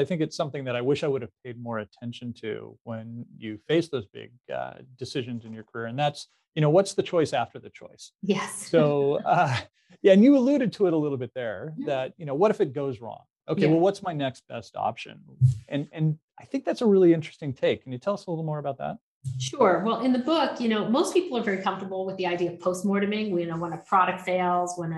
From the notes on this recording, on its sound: For a live virtual chat. In a virtual fireside chat.